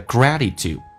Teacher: T 发 D，第一个 T 发 D 这个发音叫 gratitude